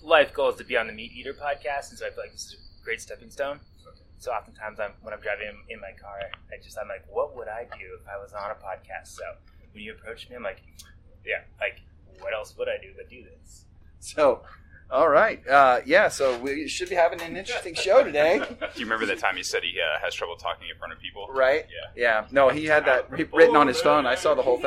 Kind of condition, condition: fault, poor sound quality